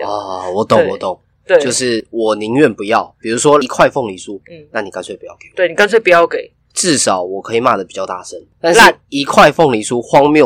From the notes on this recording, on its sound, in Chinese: 本集各種爆音